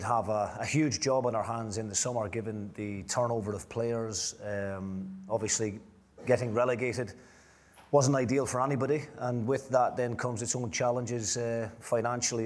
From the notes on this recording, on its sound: A live Q & A event. At DC Thomson HQ in Dundee.